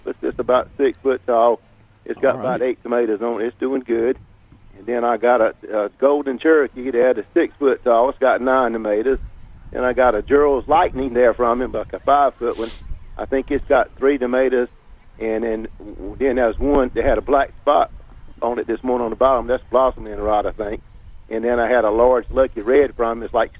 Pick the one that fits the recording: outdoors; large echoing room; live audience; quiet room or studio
outdoors